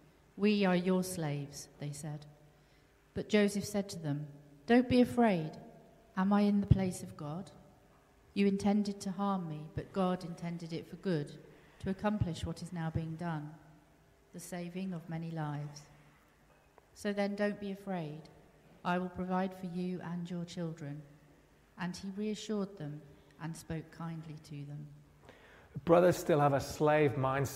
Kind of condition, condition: setting, large echoing room